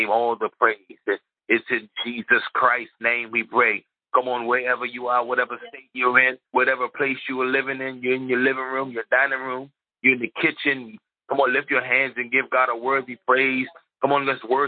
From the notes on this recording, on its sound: HEALING TEACHING CONFERENCE CALL - Audio.